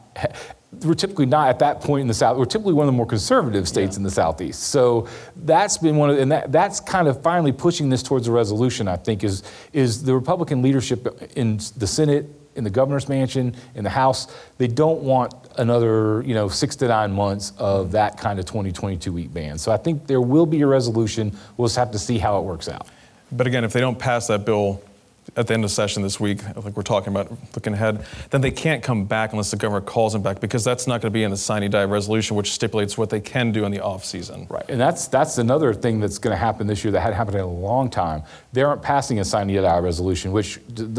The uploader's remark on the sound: Recorded in front of a live audience at South Carolina Public Radio's 50th Anniversary Open House event in Columbia, SC.